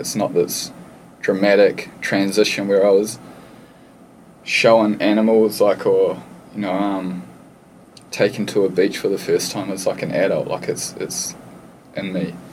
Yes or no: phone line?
no